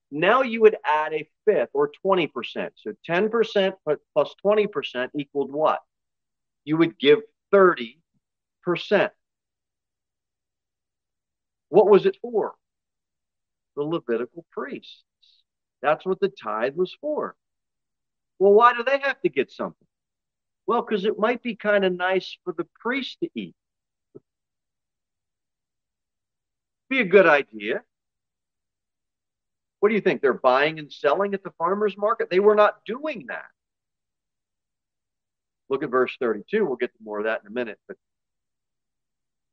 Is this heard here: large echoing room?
yes